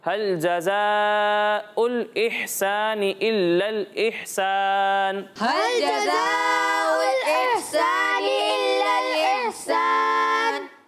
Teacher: حمزہ کو لام سے ملا کر پڑھنا ہے